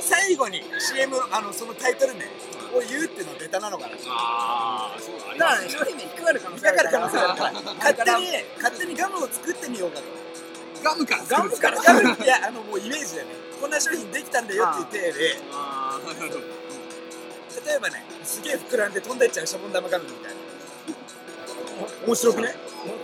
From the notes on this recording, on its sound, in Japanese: 完全屋外収録